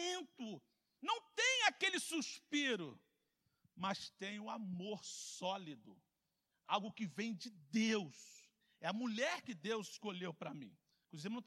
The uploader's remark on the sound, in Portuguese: CULTO AO VIVO